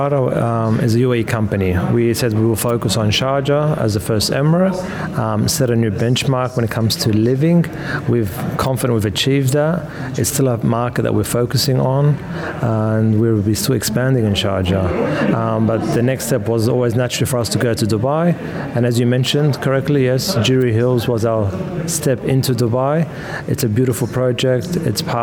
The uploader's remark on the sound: during the Sharjah Entrepreneurship Festival